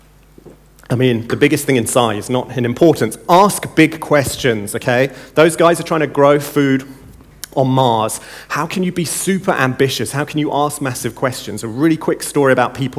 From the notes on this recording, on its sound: In the opening keynote at NEXT17